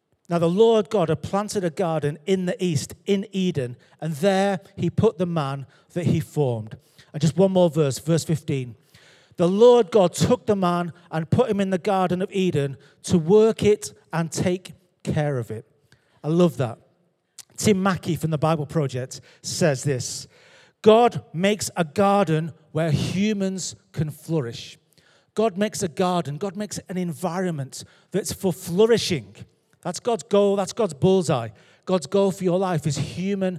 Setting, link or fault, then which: setting, large echoing room